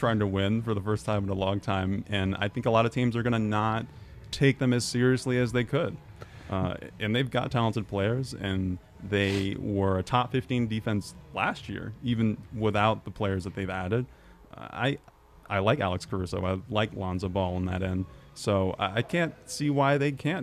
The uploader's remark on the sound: Break down the game live from the Winner's Lounge.